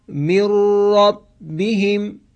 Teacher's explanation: نون حذف شد، خوانده نشد، ولی حرف را که از حروف یرملون هست به صورت مشدد تلفظ شد · Term: ادغام